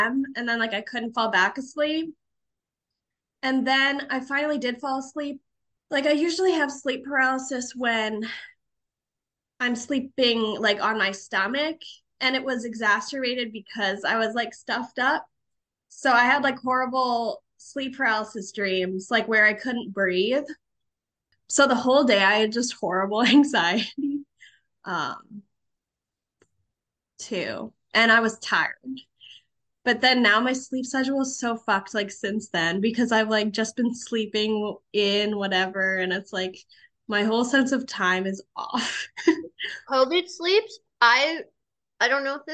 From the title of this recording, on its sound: The Zoomed Pod